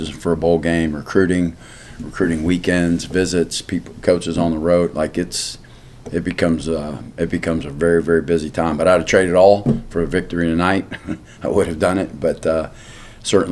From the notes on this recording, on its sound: postgame press conference